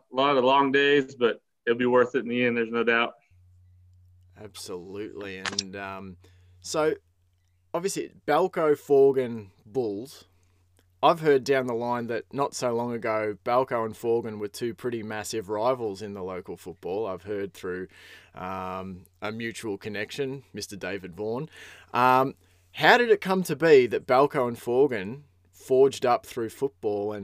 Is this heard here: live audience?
no